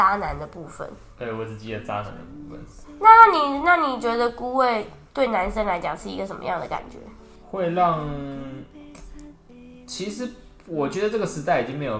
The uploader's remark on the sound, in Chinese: 第一次用背景音樂不知道好不好!錄音時樓上開趴踢太high了!!一直蹦蹦蹦!!影響收音品質。